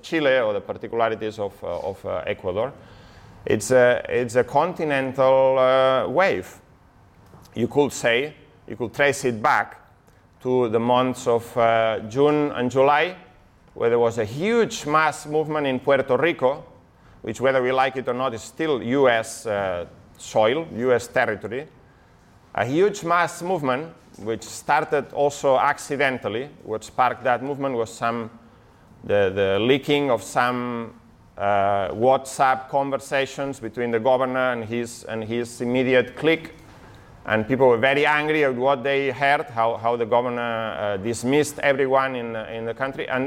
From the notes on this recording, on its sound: this talk from Revolution Festival 2019